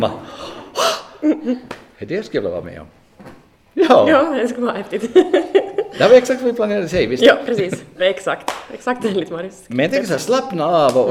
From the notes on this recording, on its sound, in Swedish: Denna vecka får ni lyssna på en live-inspelad podd. Vi fick äran att gästa Metodiskyrkan i Karleby.